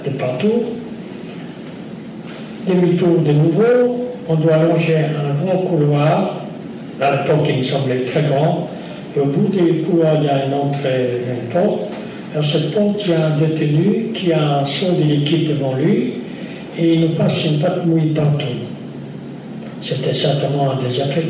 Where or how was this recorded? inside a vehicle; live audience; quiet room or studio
live audience